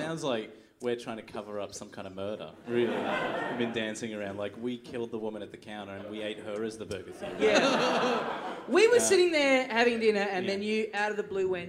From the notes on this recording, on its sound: Recorded LIVE at The Producer's Bar in Adelaide on August 12, 2014.